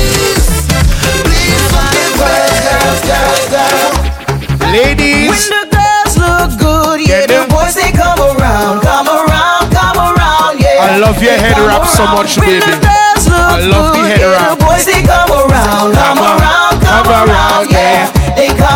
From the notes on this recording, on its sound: Live from Soca WKNDR 2023